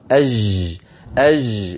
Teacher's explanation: فلما نأتي من لم يعتد الجيم الفصيحة، وأغلبنا أغلب العامية العربية لم تعتد الجيم الفصيحة، لما نأتي لنقرأها في القرآن نتكلف لها، فقد تصح معنا وقد تخرج غير صحيحة. الجيم التي تنطقها أنت يا أخي رخوة